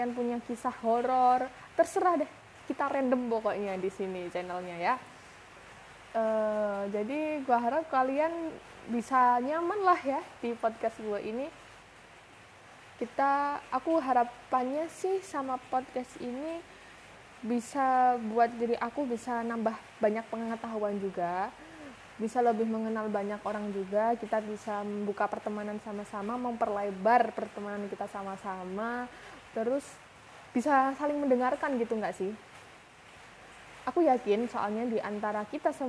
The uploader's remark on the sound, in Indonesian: Maaf banget kalau audionya agak berisik soalnya pas record lagi ujan.